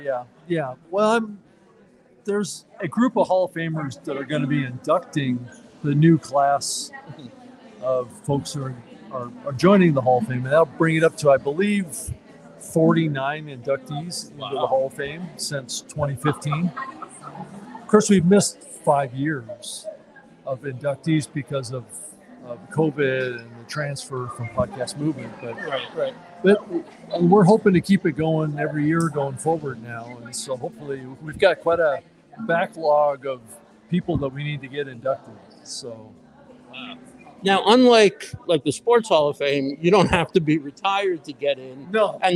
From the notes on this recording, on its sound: Live from Podfest 2024. Going live on my first walk around Podfest. This year I give a brief tour of the grounds before heading inside. Livestreamed and recorded with StreamYard.